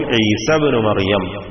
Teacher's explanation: ഉദാഹരണമായി ഈസ ഇബ്നു മറിയം കൂട്ടി വായിക്കുമ്പോൾ ഈസ ഇബ്നു മറിയം, അപ്പോ മദ്ദിന്റെ ഹർഫും പോയി വസ്ലിന്റെ ഹംസയും ഉച്ചാരണത്തിൽ നിന്നും കളയപ്പെടും